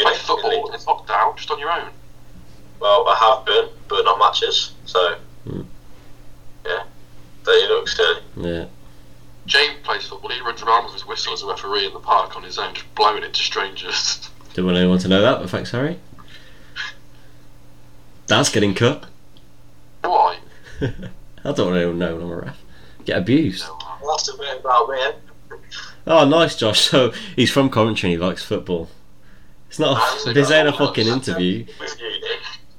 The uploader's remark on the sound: With bad audio